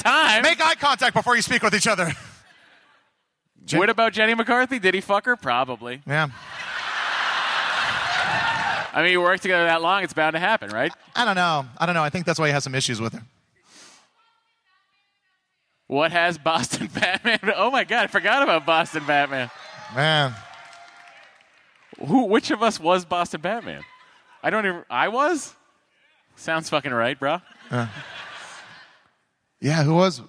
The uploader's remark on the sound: It's the first show from SDCC 2016 at the Balboa Theater! Takes some questions from the audience.